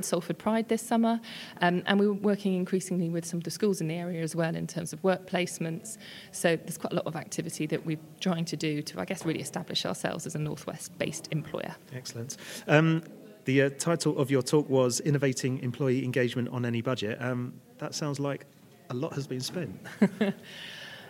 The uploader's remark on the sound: The second of two episodes recorded at PRWeek's Strategic Internal Communications conference, where we caught up with a number of the speakers from the event.